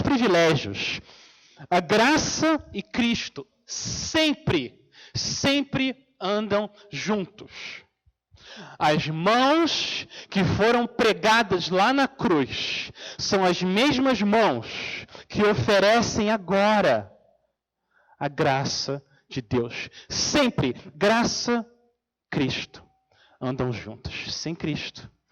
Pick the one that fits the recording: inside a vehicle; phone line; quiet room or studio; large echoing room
large echoing room